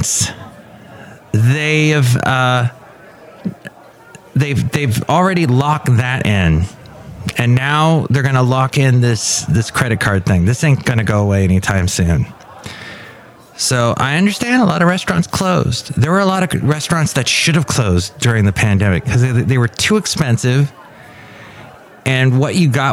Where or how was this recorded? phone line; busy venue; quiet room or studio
busy venue